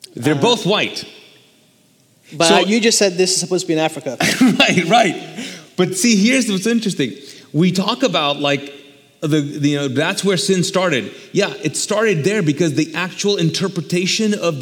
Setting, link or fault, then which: setting, large echoing room